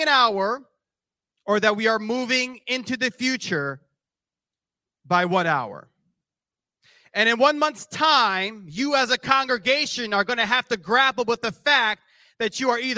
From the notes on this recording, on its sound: This JAT was recorded live on March 5th, 2023 at Newark United Pentecostal Church.